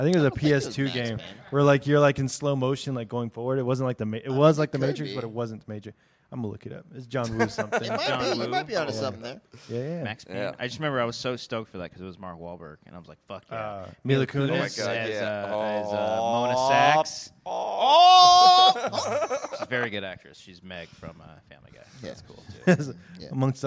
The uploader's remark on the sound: We Got Drunk at Comic-Con 2018 & Started Recording